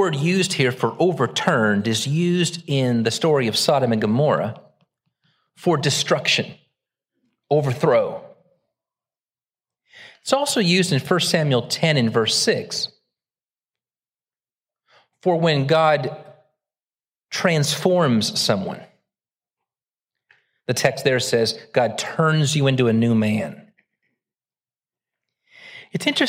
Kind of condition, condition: setting, large echoing room